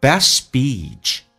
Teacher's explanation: best speech 长元音嘴角咧到极限